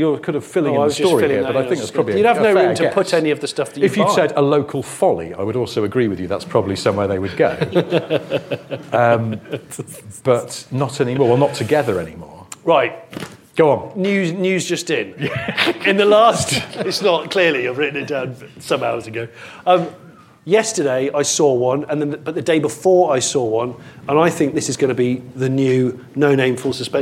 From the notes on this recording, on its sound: Live from Bristol. A live recording in Bristol. In front of an audience.